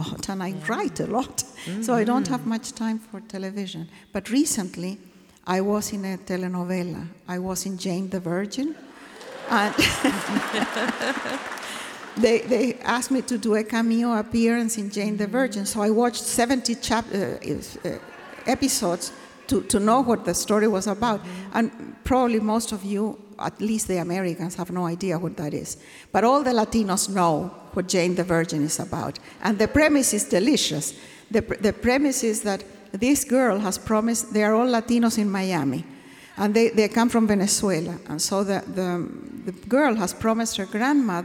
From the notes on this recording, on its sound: This Seattle Arts & Lectures event took place at Benaroya Hall on November 28.